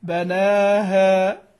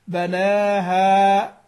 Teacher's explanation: يحذر عند التقليل في هذا القسم من تقليل الألف اللي بعد الهاء كمان، لأن أكثر القراء المبتدئين يقول مثلا بناها يقلل الاثنين، لا، هذه الألف اللي بعد الهاء هذه لا تقلل أبدا لأي أحد ولا تمال ولا أي شيء. بناها، ها، لابد الألف هذه تكون منتصبة قائمة مفتوحة فتح بين وليس فيها تقليل · Shown in: second take